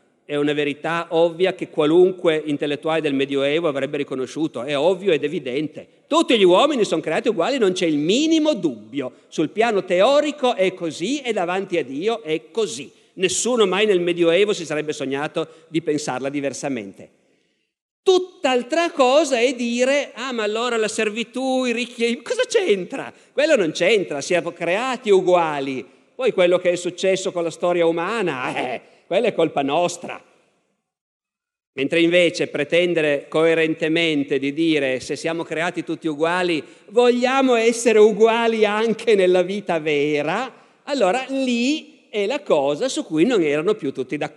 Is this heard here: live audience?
yes